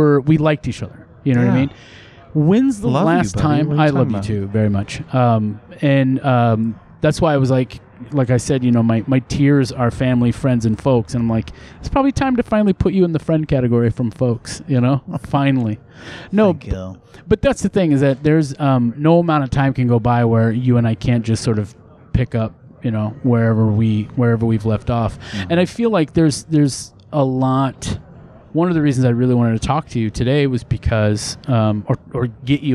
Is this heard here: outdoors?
yes